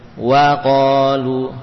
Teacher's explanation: Waqalu, satu harokat dan diberi fathah yang jelas.